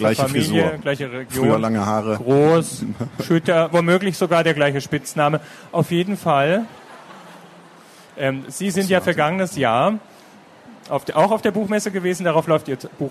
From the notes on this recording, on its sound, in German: Das Gespräch wurde Mitte Oktober im Rahmen der Veranstaltungsreihe „Der SPIEGEL im Gespräch auf der Frankfurter Buchmesse“ aufgezeichnet.